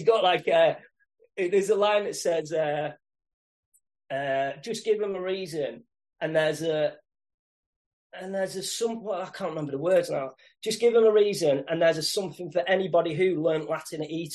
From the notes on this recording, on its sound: has a great chat via Zoom